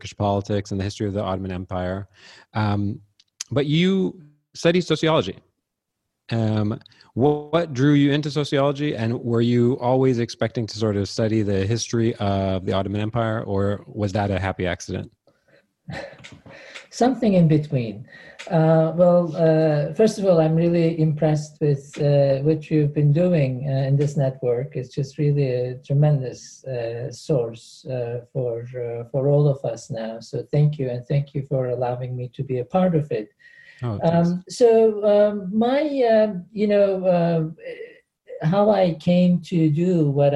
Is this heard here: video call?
yes